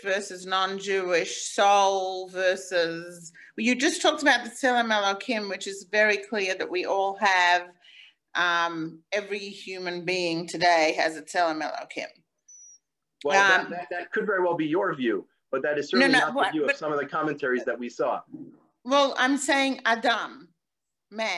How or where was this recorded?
video call